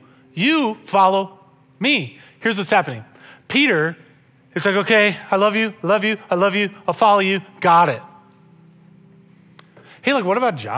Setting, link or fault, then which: setting, large echoing room